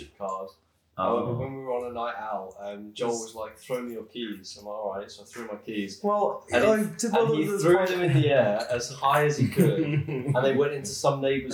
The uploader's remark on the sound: A special episode with a group of friends. Recording for this was done with a single microphone, so the audio quality is compromised.